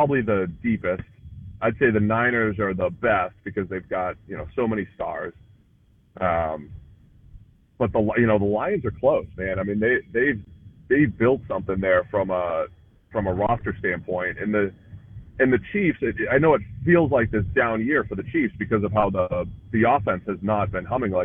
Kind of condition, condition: link, phone line